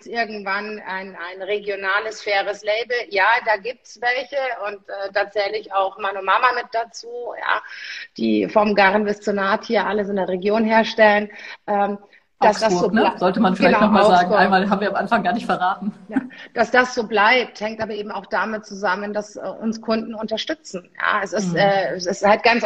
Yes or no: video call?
yes